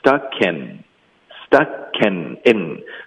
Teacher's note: 这样连起来的时候，其实会比较容易一点，就是说的比较比较流畅。OK， stuck 跟 in 我们要连读，stuckin。Stuckin，注意 in 的音，这个 n 舌尖要顶上颚